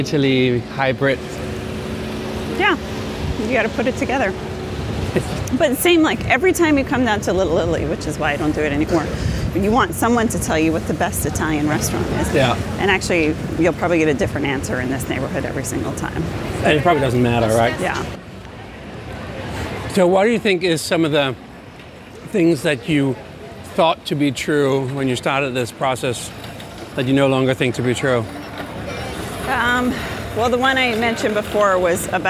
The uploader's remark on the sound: Grab a bite of modern nostalgia at an “ice cream cereal bar” in New York's Little Italy. You are invited to be a fly-on-the-wall for a conversation recorded in the streets of New York.